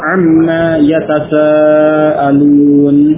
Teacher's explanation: nun sukun idgham pada huruf mim pada ma tersebut, sehingga menjadi amma dan alifnya hilang, ya, maka dibaca pendek amma, seperti yang terdapat dalam surah An-Naba ayat pertama, amma yatasaalun. · di situ mimnya dibaca pendek, alif pada ma istifhamiyah dihilangkan